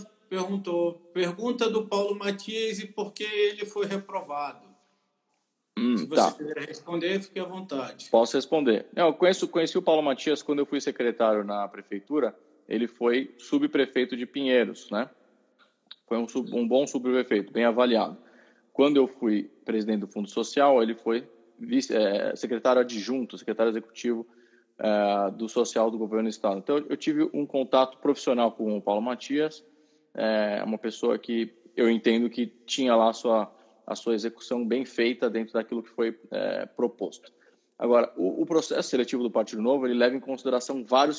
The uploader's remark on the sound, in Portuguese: Live no Instagram